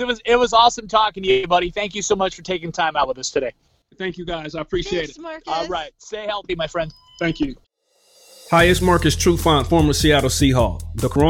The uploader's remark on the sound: This week, we're all on the phone again AND we have a special guest.